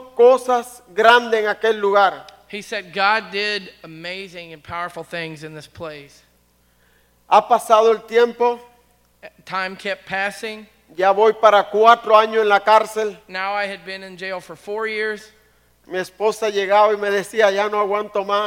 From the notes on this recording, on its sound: Was recorded at The Calling Community Church located in Platte City, Missouri. Services are held in the Platte County High School Auditorium.